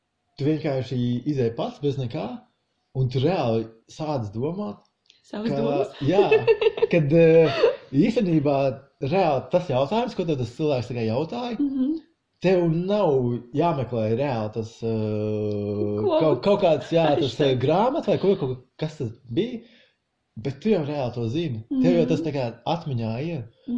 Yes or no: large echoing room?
no